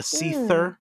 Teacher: I feel like I always heard it as an unvoiced TH